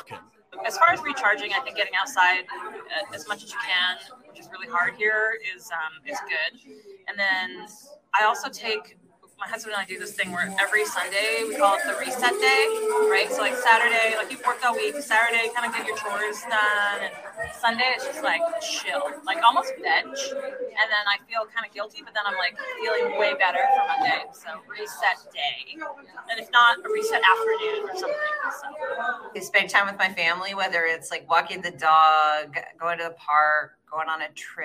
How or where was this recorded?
busy venue